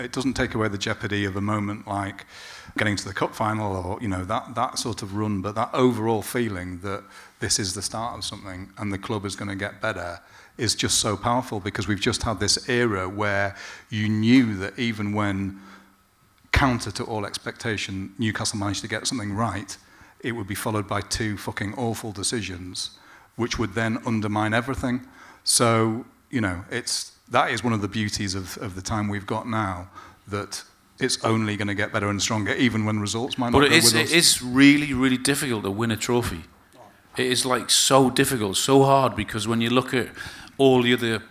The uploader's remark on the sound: Live from the Gosforth Civic Theatre in the heart of *checks notes* Newcastle's most middle class suburb, it's our stage debut! Although a lot of saucy audience-only stuff has been removed (including the whole of part two, a live Q&A).